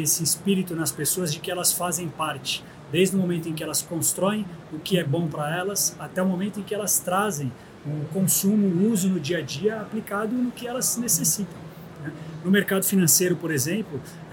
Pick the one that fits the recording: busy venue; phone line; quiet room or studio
busy venue